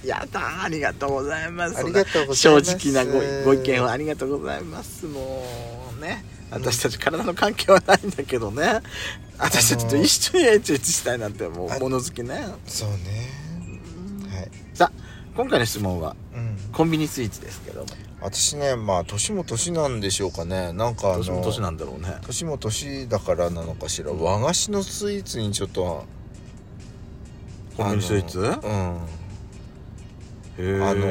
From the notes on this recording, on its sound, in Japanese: パーキング収録